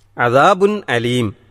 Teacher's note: ആ തൻവീനിലെ ഉച്ചാരണത്തിൽ വരുന്ന സുക്കൂനുള്ള നൂനിനെ അദാബുൻ എന്ന് വ്യക്തമാക്കി തന്നെ പാരായണം ചെയ്യണം.